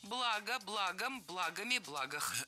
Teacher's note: Перед нами, опять же, слово с неподвижным ударением на основе.